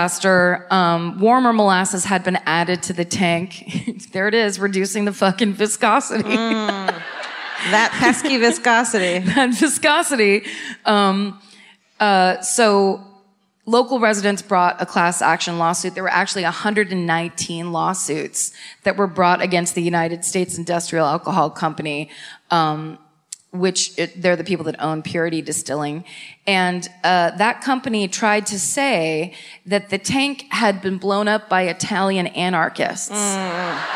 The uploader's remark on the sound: Live at the Chevalier Theatre in Medford, MA